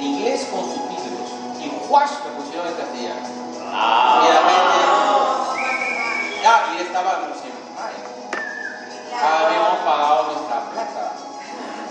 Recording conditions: poor sound quality